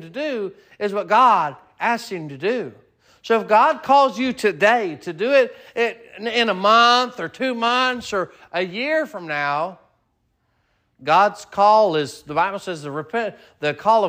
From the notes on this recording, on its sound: Sermon preached at Mid County Baptist Church